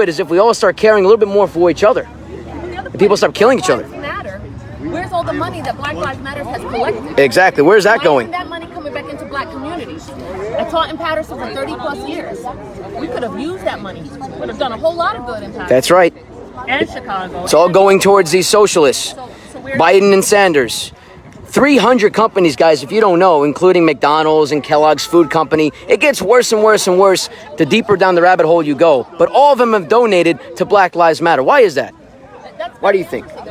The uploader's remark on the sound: Live Interview & Patriot Rally Action! Interviews several patriots live!